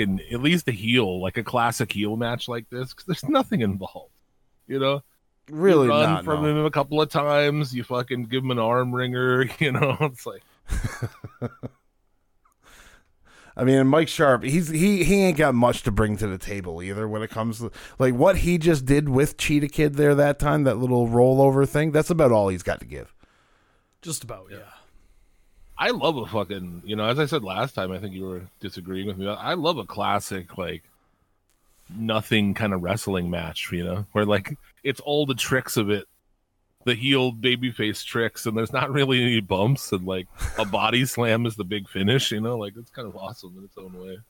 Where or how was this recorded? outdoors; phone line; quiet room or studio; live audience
outdoors